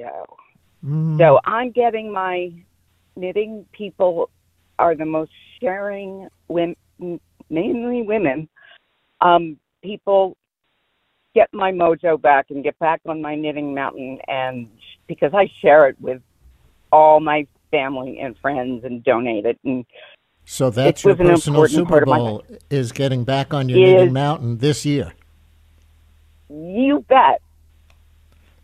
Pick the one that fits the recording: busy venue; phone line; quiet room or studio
phone line